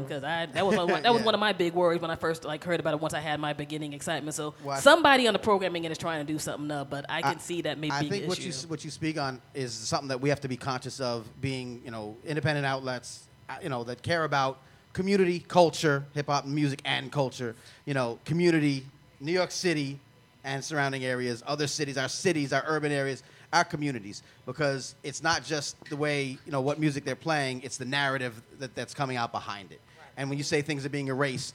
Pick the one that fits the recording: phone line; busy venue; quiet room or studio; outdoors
busy venue